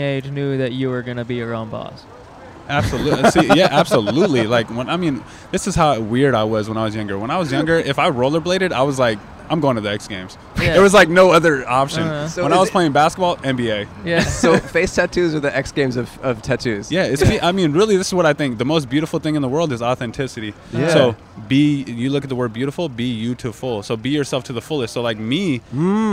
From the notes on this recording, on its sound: We set up outside of a Portland strip club on a wild late Sunday night. Recorded in front of Dante's. In Portland, Oregon.